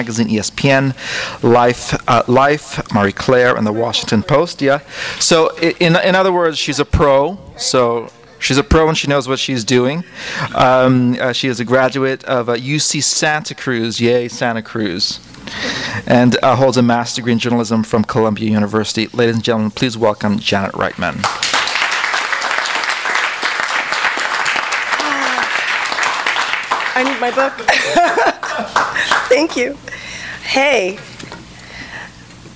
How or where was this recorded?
live audience